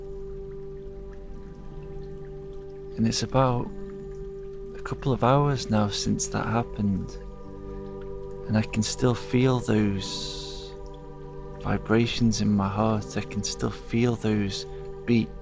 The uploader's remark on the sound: It's recorded in the forest, so you will hear the birds and the river.